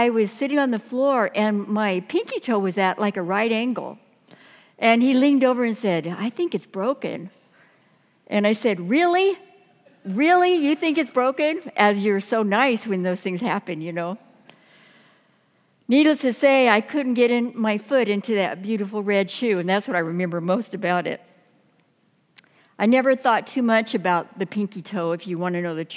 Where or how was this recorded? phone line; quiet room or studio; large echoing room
large echoing room